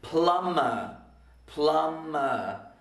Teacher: B after M is often silent. · Term: silent B